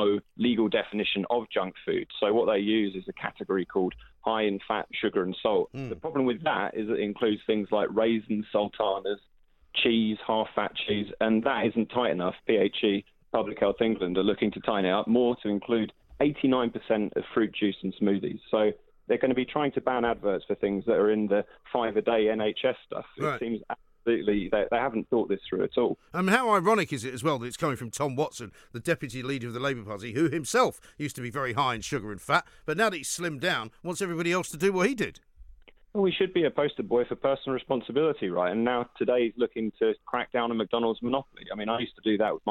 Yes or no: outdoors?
no